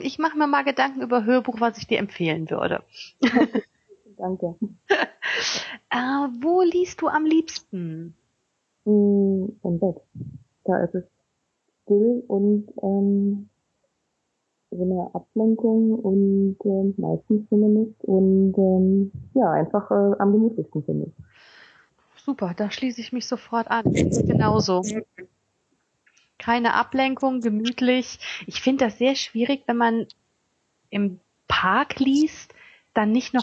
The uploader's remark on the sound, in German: Entschuldigt bitte, dass die Tonqualität leider nicht auf unserem üblichen Niveau ist, da das Interview via Skype geführt und aufgenommen wurde.